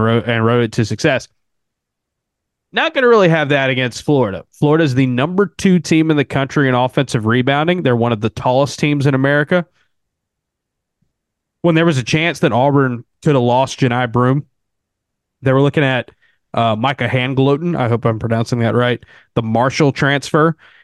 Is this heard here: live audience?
no